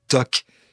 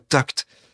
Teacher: En fait, c'est peut-être historiquement bien expliqué par le fait que c'est nous qui avons peut-être ajouté le T dans la prononciation · Shown in: second take